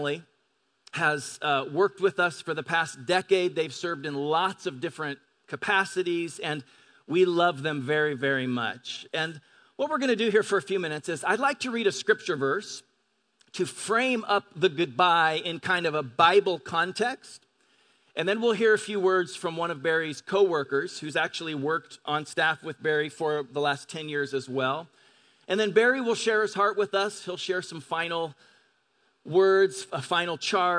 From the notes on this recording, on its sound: Delivered on 22 July 2018 at Grace Church of La Verne. At Grace Church of La Verne.